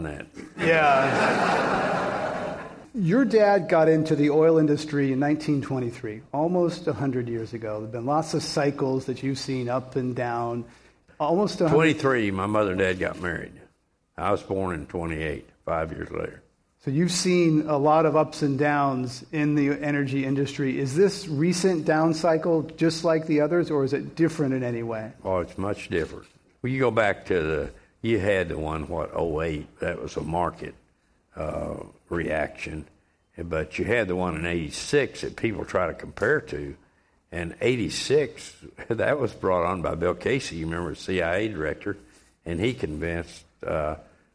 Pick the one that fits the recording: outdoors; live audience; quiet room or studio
live audience